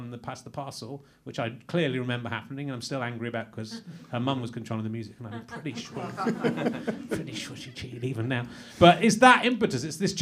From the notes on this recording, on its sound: The first one since March in front of an audience. We're at the prestigious Bill Murray pub in North London.